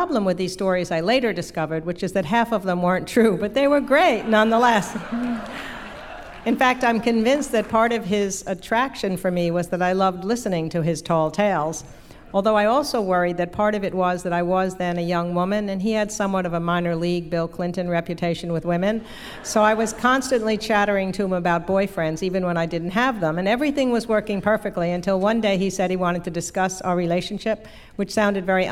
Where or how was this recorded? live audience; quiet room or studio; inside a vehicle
live audience